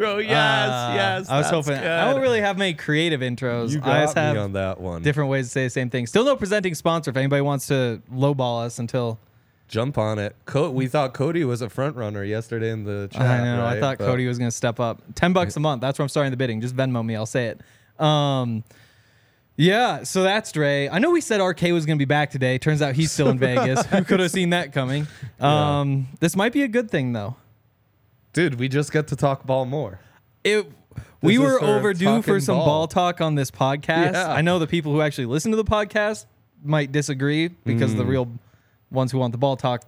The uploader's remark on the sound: coming to you LIVE from the DNVR Bar